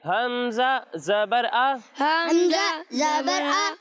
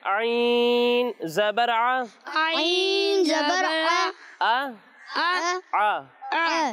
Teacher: جب ہم حمزہ کی ادائیگی کریں گے تو اس کی آواز حلق کے نچلے حصے سے آئے گی · Shown in: first take